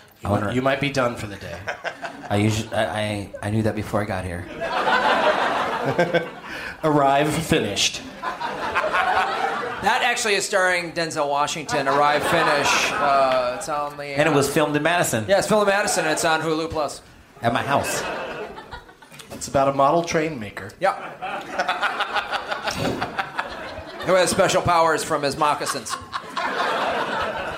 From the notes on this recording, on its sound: Live from the Comedy Club on State in Madison, WI